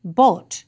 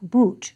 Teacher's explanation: pre-Great Vowel Shift, boot, used to be pronounced as bot with an O, not boot with an oo.